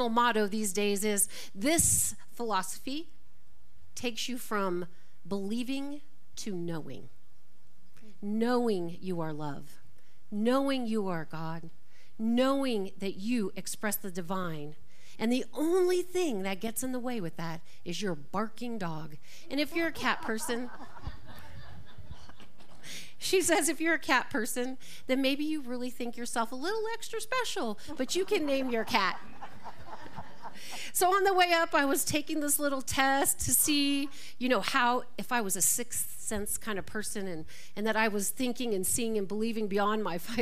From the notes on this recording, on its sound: This talk was recorded live at the Center for Spiritual Living Prescott on September 3, 2023.